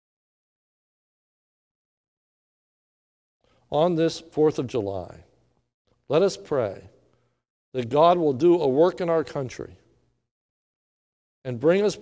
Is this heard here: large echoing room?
yes